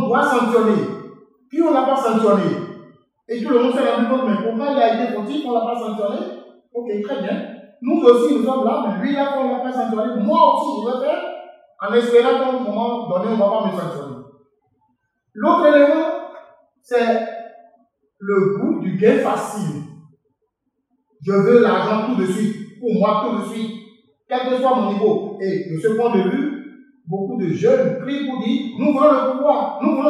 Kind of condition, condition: setting, live audience